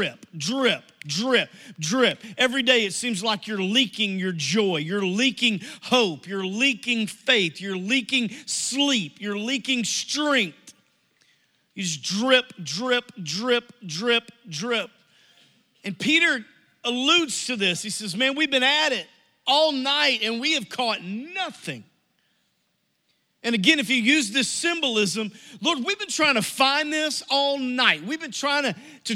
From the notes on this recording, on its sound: Message Audio from New Life Church - Searcy, AR